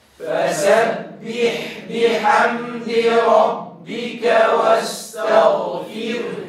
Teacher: ما بضم الشفتين عند الغين، أيضا لا أفخم التاء